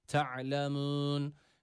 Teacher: Boğaz harfi olan ayn var. Boğazımızı burada sıkıyoruz ve bu harfi çıkarmaya çalışıyoruz.